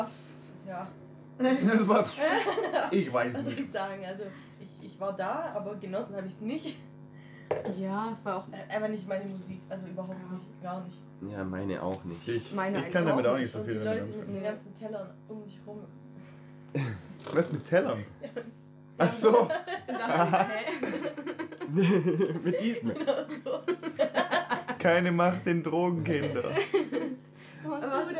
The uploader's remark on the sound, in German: Diese Folge bietet euch eine extrem schlechte Audioqualität (sorry dafür)!